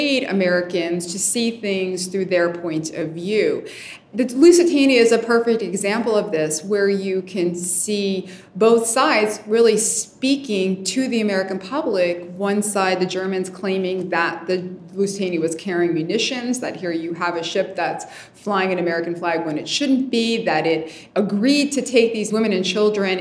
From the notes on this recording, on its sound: PANEL DISCUSSION | National WWI Museum & Memorial, Kansas City.